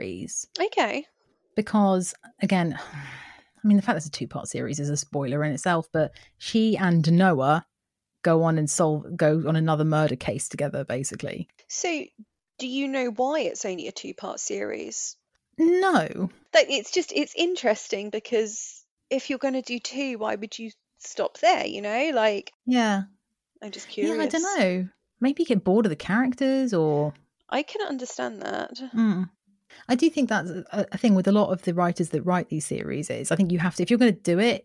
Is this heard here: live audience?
no